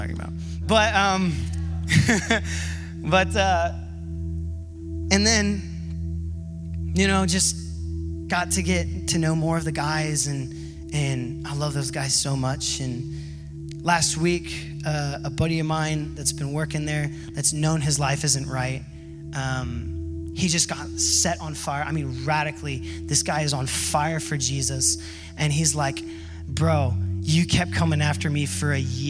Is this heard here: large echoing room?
yes